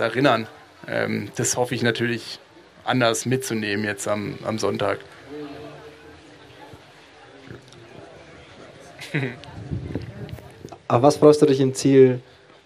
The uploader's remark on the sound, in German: LIVE vom Challenge Roth